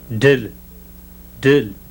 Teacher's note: Now the voiced alveolar plosive.